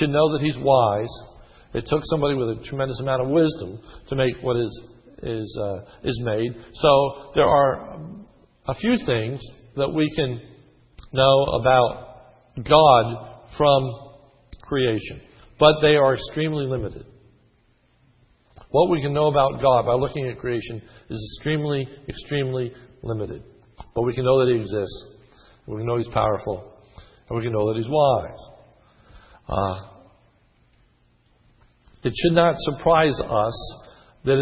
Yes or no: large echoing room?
yes